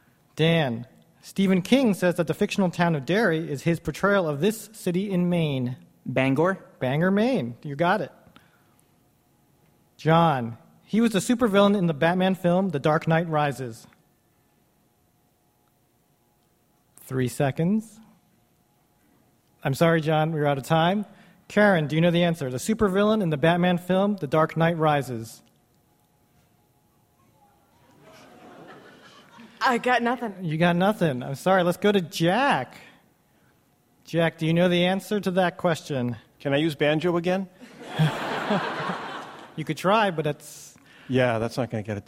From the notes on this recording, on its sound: For our first-ever show on the road, we chose a city near and dear to our hearts: Boston. Taped live at the Wilbur Theatre.